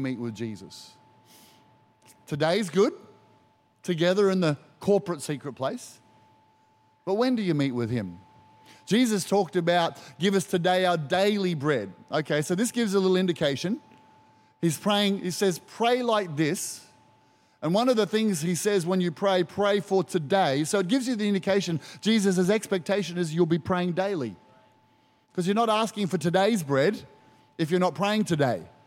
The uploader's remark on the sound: Recorded during our 9am service on Sunday, the 23rd of July 2023.